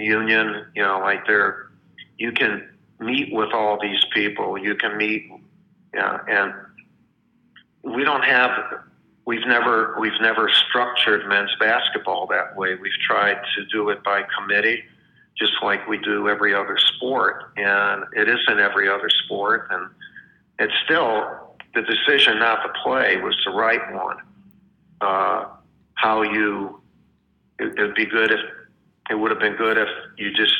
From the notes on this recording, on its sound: spoke over the phone